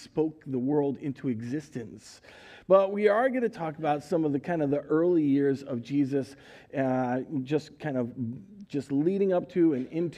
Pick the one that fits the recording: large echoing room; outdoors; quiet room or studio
large echoing room